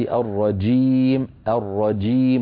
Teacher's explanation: فالجيم يجب أن تكون شديدة شديدة، صوتها محبوس، وليس الرجيم رخوة